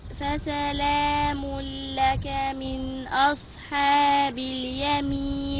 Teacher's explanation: بغير غنة، يعني هندغم بس مش هنعمل غنة